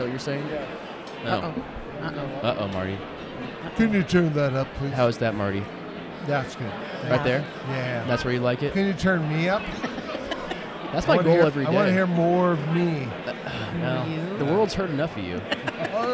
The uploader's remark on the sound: live at Wisconsin Whiskey Fest